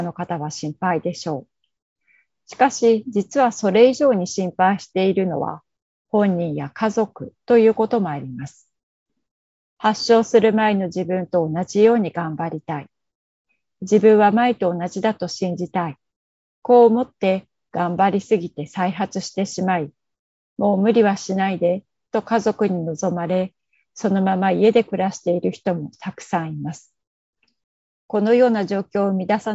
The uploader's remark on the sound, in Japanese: Zoomで開催、カメラオフ可です。